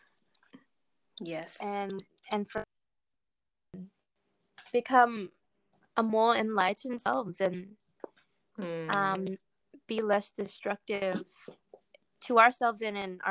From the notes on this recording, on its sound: apologies for the clicky noises and the random cut outs.